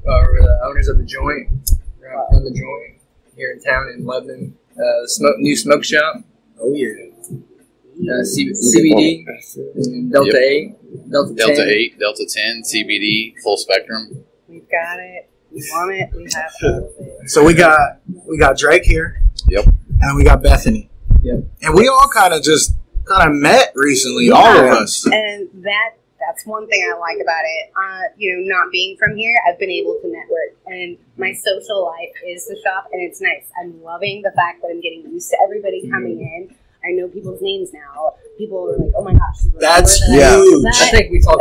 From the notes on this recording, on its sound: Apologies for some audio trouble, still getting new set up worked out.